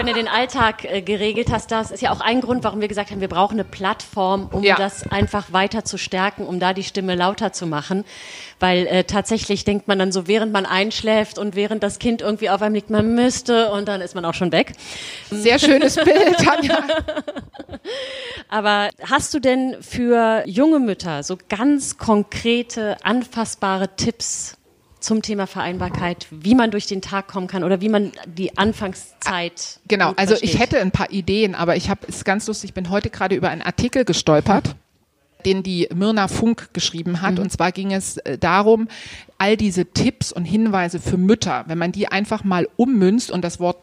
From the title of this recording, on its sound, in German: Live-Podcast